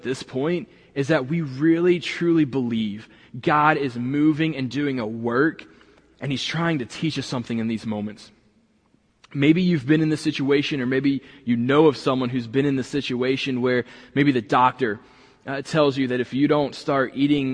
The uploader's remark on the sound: this week was recorded from the building